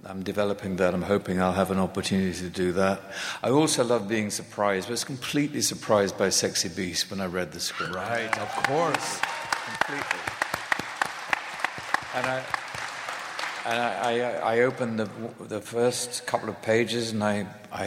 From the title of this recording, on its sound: Live from SDCC